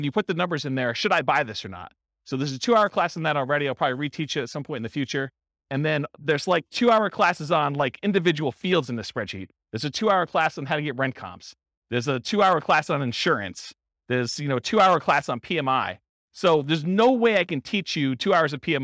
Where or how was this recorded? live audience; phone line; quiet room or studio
live audience